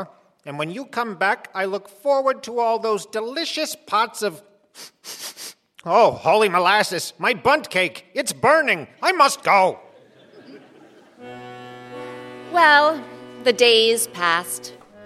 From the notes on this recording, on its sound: The Pot of Gold - live at Round House Theatre. Recorded live at Round House Theatre in Bethesda, MD.